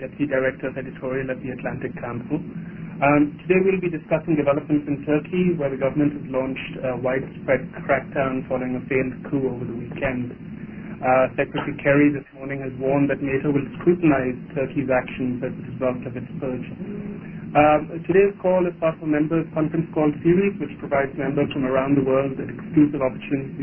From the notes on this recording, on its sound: Joined in on a Members Conference Call.